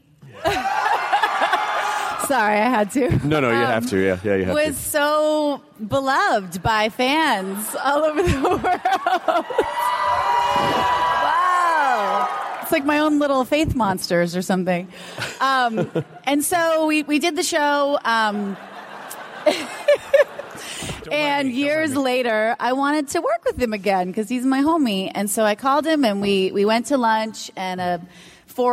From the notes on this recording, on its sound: Recorded at the nerdtastical C2E2 in Chicago. PILES of thanks to ReedPop for allowing us to record and share this with the masses!!!